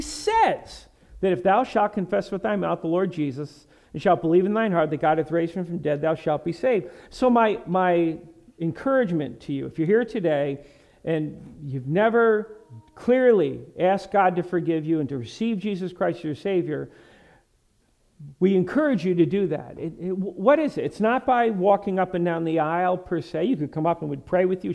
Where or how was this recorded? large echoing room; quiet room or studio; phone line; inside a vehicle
large echoing room